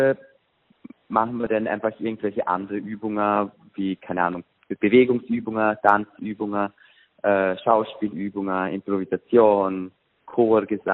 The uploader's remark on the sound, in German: VOL.AT-Telefoninterview.